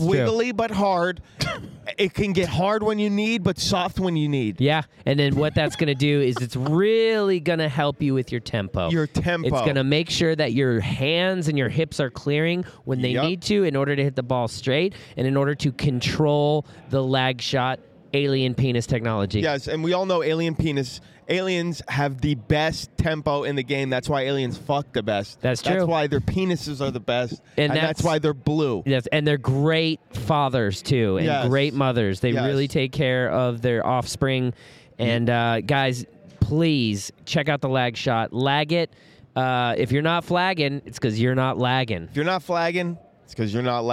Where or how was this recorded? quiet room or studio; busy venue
busy venue